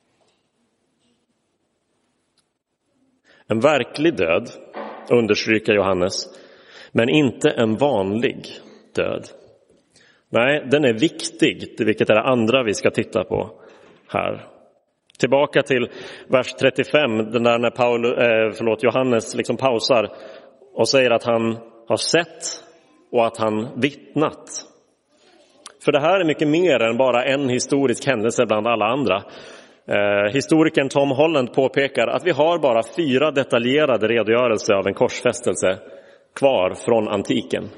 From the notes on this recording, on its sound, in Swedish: Inspelad i Roseniuskyrkan den 7 april 2023.